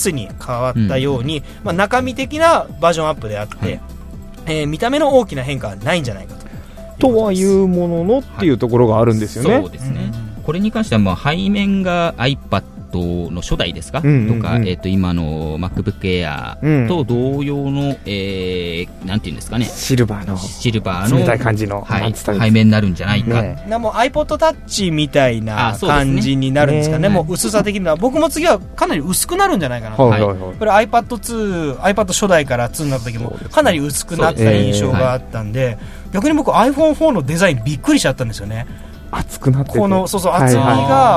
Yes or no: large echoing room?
no